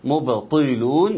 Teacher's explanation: ناخد بالنا ان الطاء قوية مفخمة